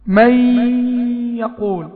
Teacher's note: مستطالة اي نطيل في نطق الغنة · Term: الغنة المستطالة